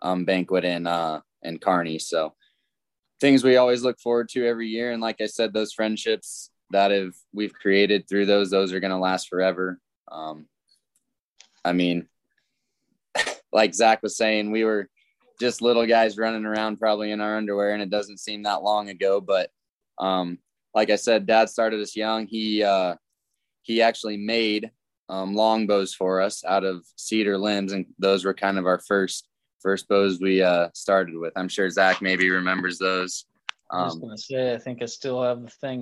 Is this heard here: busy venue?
no